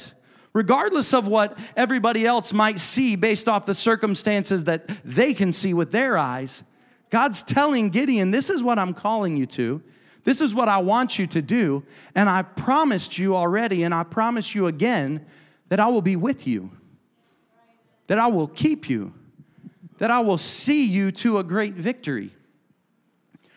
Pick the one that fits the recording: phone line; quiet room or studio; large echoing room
large echoing room